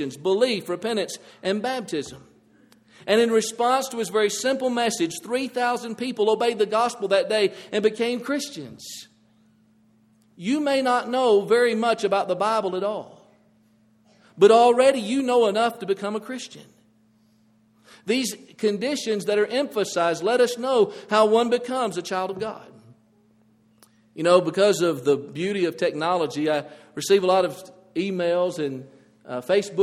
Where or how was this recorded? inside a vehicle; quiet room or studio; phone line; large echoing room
large echoing room